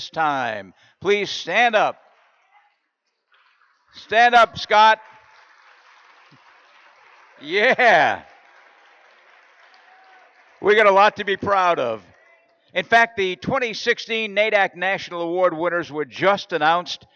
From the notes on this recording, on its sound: Doing RC2C from San Antonio at the 42nd Annual TAAP Conference in San Antonio, TX. Here is the Awards Luncheon presentation from Day Two.